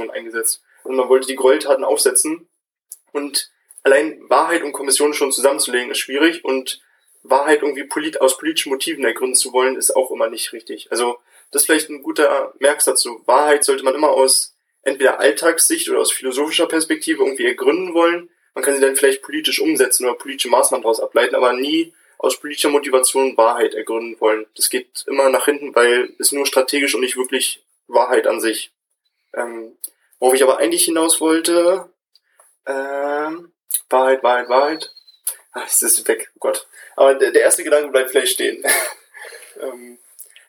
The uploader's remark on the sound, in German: Sorry für die Audioqualität in dieser Folge.